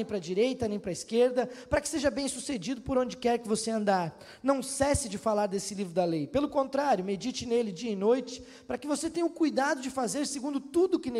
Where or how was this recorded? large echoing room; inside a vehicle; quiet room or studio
large echoing room